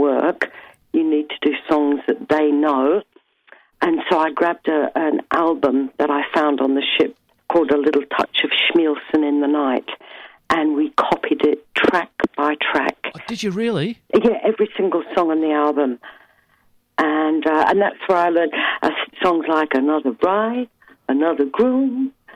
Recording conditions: phone line